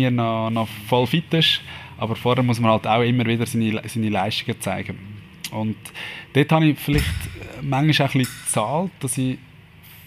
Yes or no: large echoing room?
no